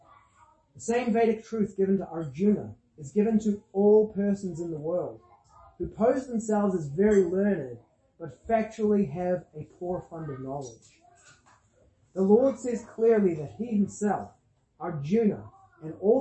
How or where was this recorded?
large echoing room